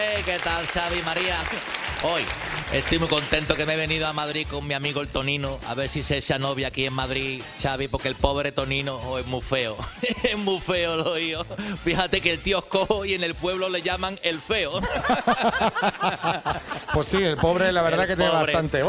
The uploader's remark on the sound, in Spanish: Nos hemos ido al centro de Madrid para hacer el programa en directo en compañía de nuestros oyentes. Nos hemos ido al centro de Madrid para hacer el programa en directo en compañía de nuestros oyentes.